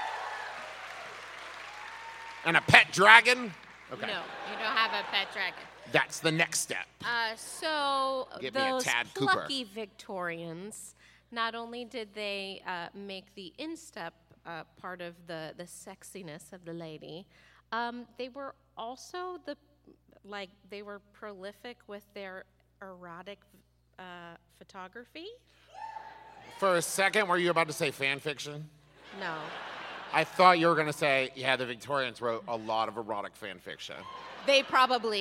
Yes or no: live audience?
yes